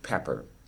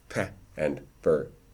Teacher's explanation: If you were to separate those and take a recording of pe and per, you would find that the second one isn't aspirated, and the first one most likely is